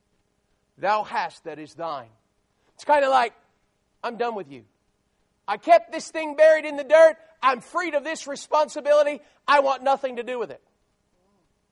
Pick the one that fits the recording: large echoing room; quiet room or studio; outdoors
large echoing room